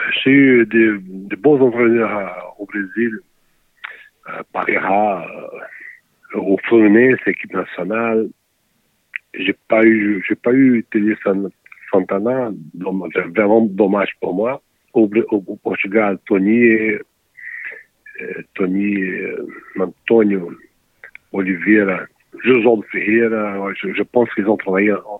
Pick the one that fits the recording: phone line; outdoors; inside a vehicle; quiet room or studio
phone line